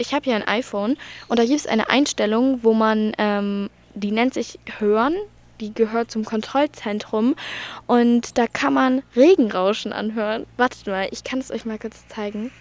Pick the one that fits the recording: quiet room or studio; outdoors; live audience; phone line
outdoors